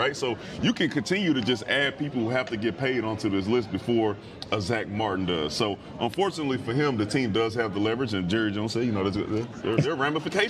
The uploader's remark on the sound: Checks in live from Dallas Cowboys training camp.